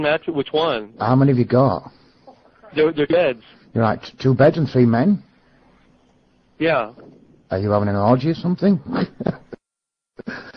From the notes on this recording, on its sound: Prank Phone Calls